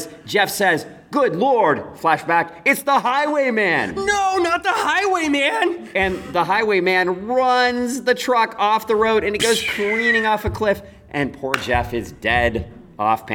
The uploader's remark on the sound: Live to tape from O Con Expo.